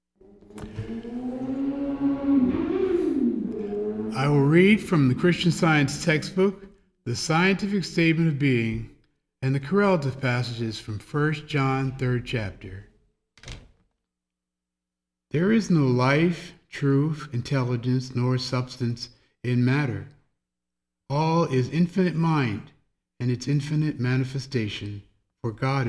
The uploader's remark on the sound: The Sunday service audio